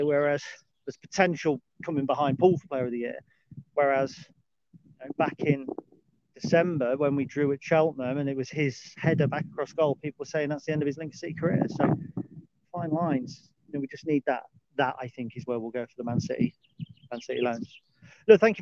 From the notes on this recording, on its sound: Dog Walk Special 11. A dog walk special.